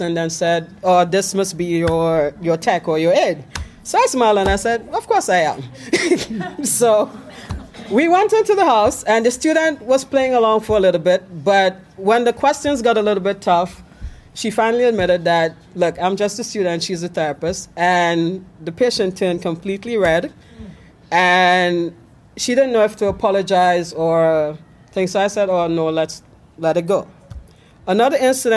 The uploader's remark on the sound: LIVE from the Combined Sections Meeting in New Orleans, Louisiana